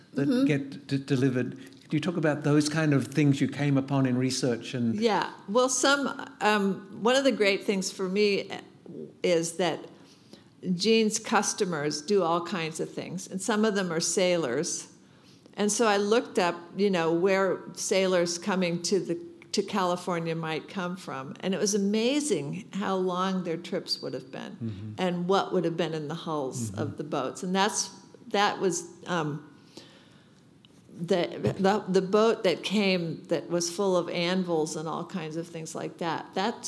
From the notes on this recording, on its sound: At this exclusive in-conversation event. At The Wheeler Centre.